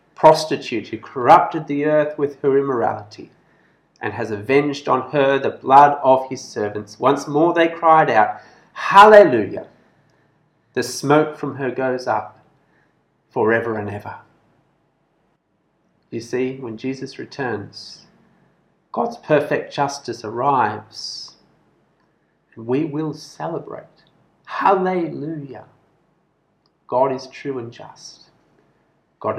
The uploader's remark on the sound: This sermon was preached at BEM Kuching Evangelical Church on 17th October 2021.